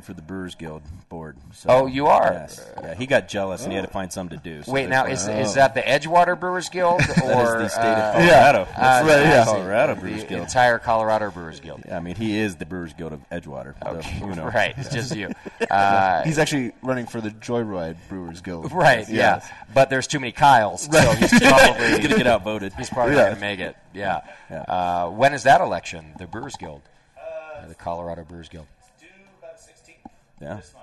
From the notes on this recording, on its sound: live Session from The Hop Grenade in Fort Collins